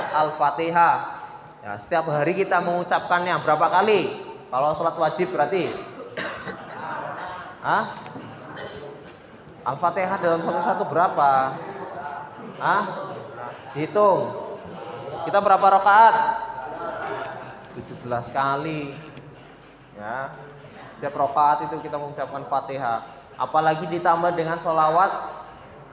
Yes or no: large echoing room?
yes